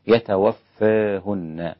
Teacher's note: والإمام ورش عن نافع بالتقليل، وأقل من الإمالة